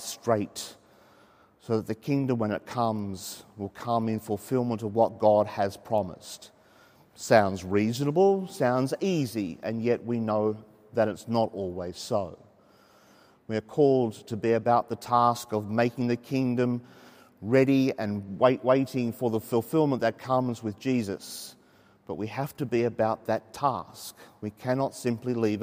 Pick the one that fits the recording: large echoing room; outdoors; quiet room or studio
large echoing room